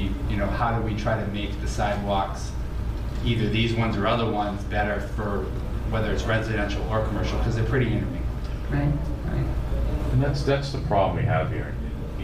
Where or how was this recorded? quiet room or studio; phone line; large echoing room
large echoing room